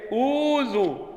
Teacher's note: أبدلت الثانية بحرف مد يتناسب مع حركة الهمزة الأولى اللي هي الضمة · Term: مد البدل